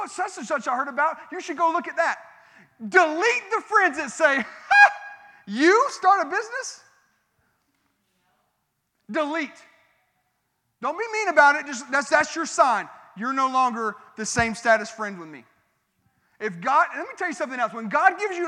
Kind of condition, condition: setting, large echoing room